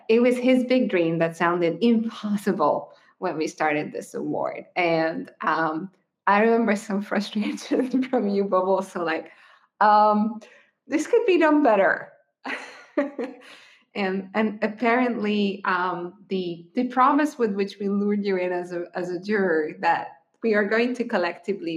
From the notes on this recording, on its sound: In the Special Edition series, we share interviews with the jurors which were recorded during the online Awards Gala events in November, 2023.